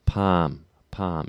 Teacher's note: The ah sound that you'd get in a word like palm is very bright.